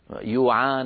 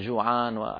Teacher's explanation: قلب الجيم ياء كما في شرق الجزيرة العربية · Shown in: first take